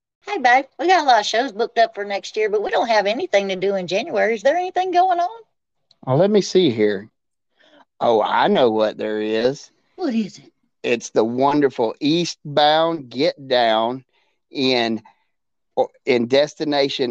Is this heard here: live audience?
no